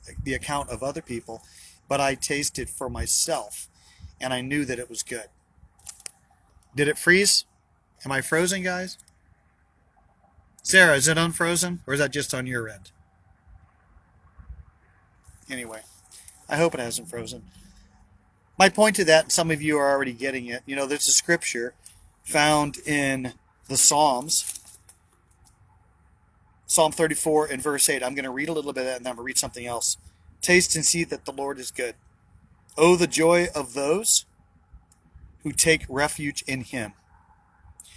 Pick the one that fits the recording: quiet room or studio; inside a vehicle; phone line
inside a vehicle